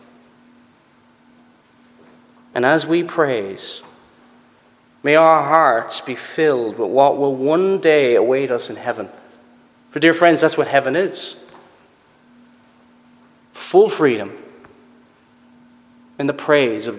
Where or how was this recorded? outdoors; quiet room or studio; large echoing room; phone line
large echoing room